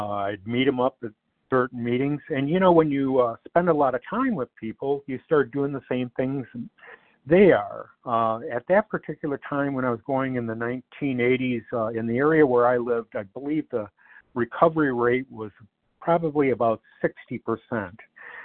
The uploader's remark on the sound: 100 Pounders Phone Meeting